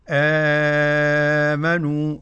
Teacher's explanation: التوسط آمنوا أربع حركات